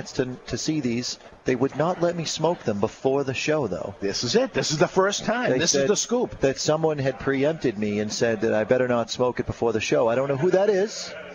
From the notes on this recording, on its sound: LIVE from Two Guys Smoke Shop in Salem NH.